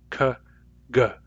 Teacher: Those are made against the soft palate. Those are called velar sounds.